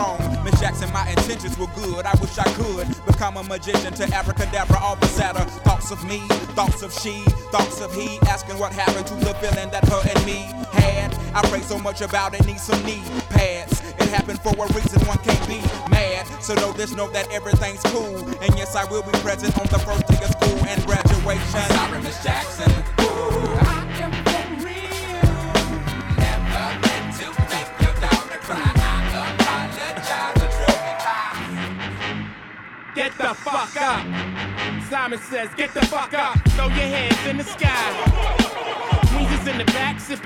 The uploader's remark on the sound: Originally broadcast live on October 31, 2016 from the storefront of The Late Late Bar on Houston Street in New York City